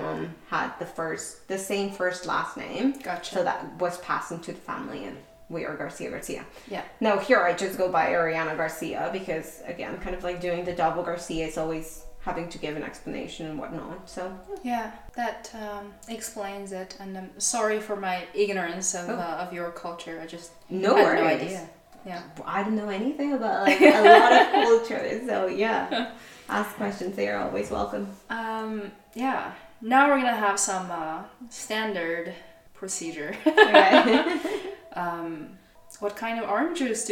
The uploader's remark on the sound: Complementary background noise